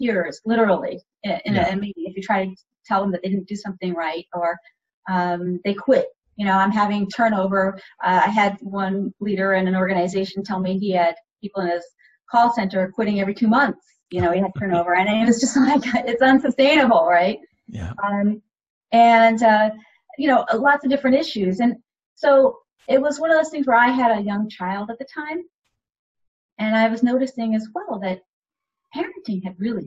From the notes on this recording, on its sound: This show was recorded using Zoom video conferencing